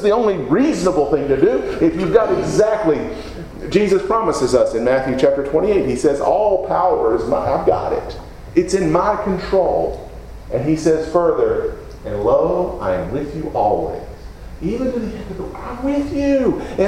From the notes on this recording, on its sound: Preached at Deep Creek Baptist Church in Burlington, NC, on Sunday morning, April 30, 2017.